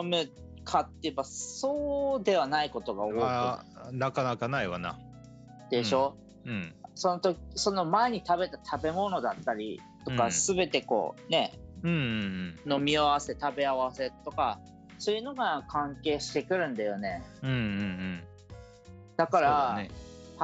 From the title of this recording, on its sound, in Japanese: zoom飲みの様子を配信